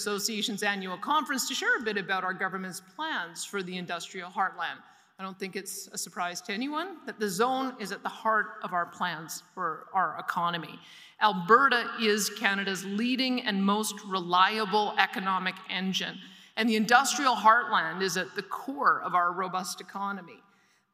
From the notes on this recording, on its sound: delivered a keynote address at the Industrial Heartland Association Annual Conference in Edmonton